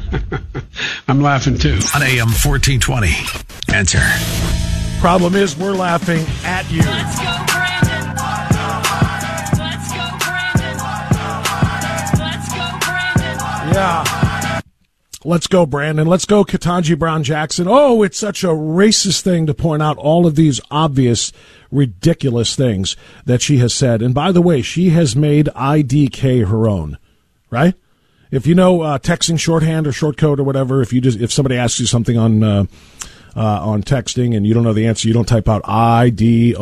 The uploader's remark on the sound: Free for All Friday with Your Phone Calls